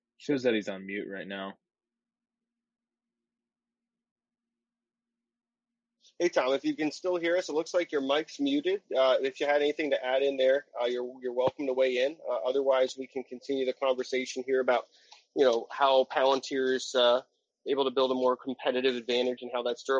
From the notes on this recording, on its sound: the long-awaited recording of a Twitter Spaces Event